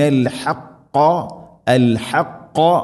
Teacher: ഹ തൊണ്ടയുടെ മധ്യഭാഗം, ഖാഫ് തൊണ്ടയുടെ മുകൾ ഭാഗവും കഴിഞ്ഞുള്ള മഖ്റജ് ചെറുനാക്കിൻ്റെ ഭാഗം.